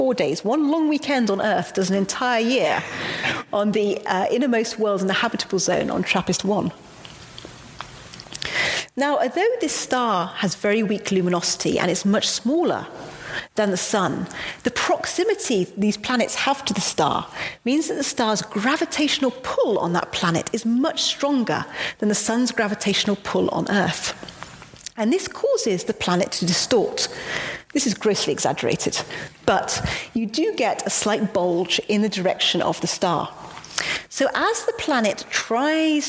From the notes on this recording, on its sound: Today our podcast is from the Perimeter Institute. In a live public lecture from November 6, 2019.